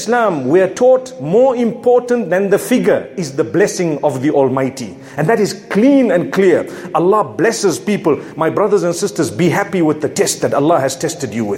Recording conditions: large echoing room